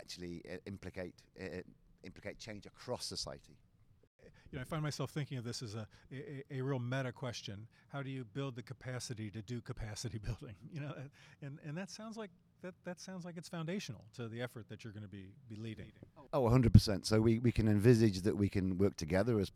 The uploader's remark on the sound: Live From the WSC